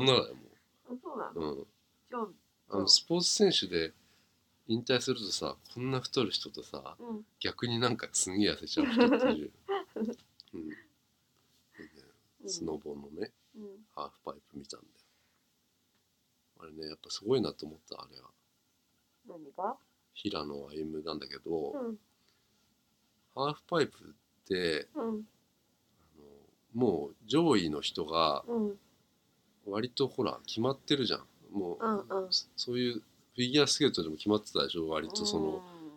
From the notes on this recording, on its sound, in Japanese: 今回録音をミスって音が悪いですごめんなさい！